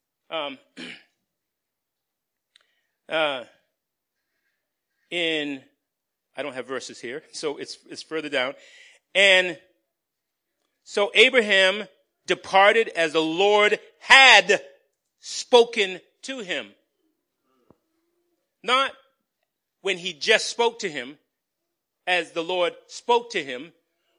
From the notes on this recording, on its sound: Recorded on 2017-03-19 at the 8:30am Service.